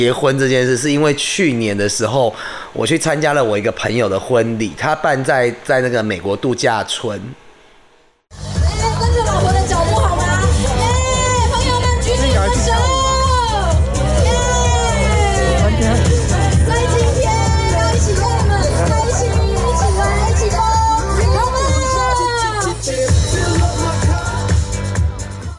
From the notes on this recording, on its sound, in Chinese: 居家與外景錄音,敬請見諒。我的終極夢幻婚禮(現場直擊)。